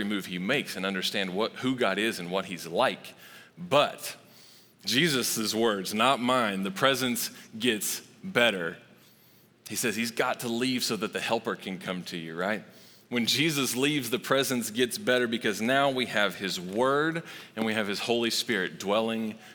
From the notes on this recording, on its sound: Recorded live at Long Hollow Church on December 13, 2022.